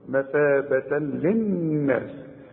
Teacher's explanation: عند الوصل فتحتين وبعدها لام ادغام كامل بدون غنة